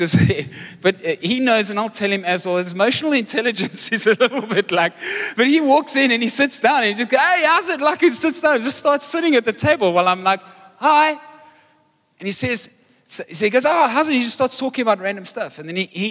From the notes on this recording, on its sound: Recorded live on Sunday the 1st October 2023